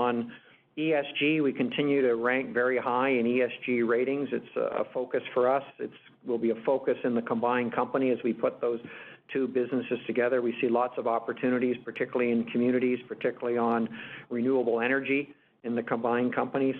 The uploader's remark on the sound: Agnico Eagle Mines’ Q3 conference call